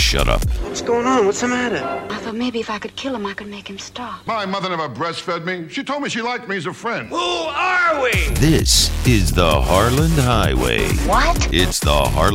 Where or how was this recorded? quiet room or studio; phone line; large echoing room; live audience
phone line